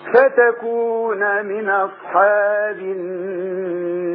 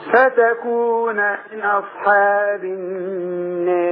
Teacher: انتبه أن الألف المقللة يتبعها ترقيق الراء · Shown in: second take